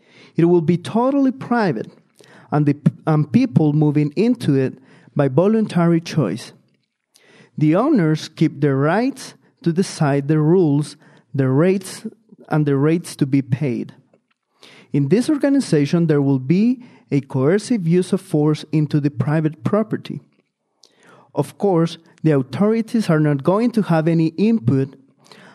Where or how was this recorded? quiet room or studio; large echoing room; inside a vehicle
large echoing room